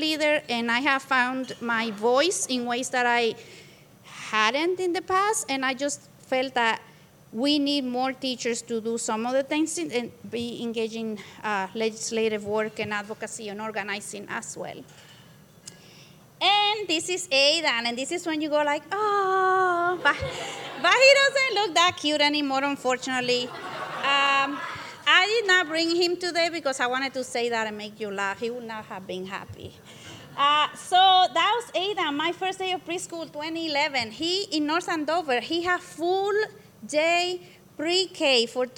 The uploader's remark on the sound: This EDTalk was live streamed from Icehouse in Minneapolis on May 8th, 2023.